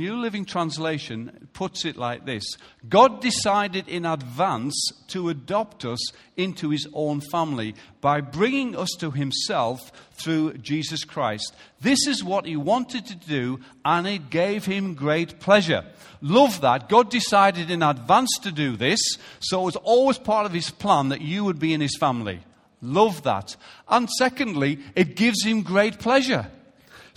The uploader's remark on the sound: Recorded live at Life Church on Sunday 26th March 2017.